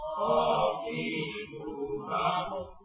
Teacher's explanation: Kalau qaf dia menyentuh bagian langit-langit yang dalam.